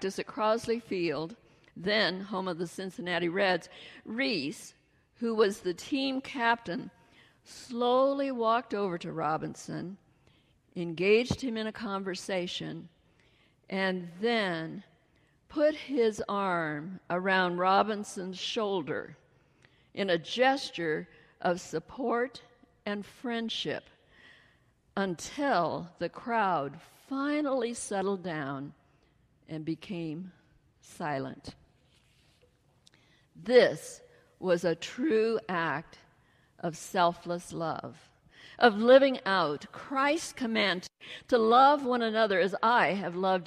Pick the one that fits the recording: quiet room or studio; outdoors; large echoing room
large echoing room